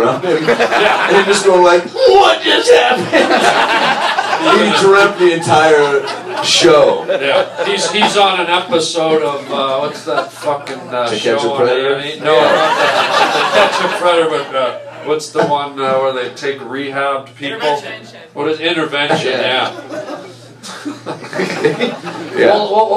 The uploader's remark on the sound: live STAND UP comedy and interview